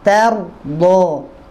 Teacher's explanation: Ra-nya mufakhamah karena sebelum ra adalah fathah.